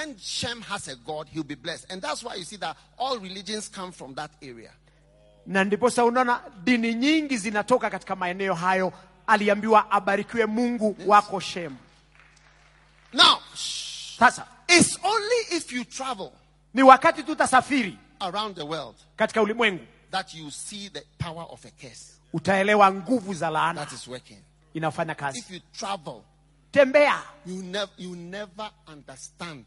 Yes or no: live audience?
yes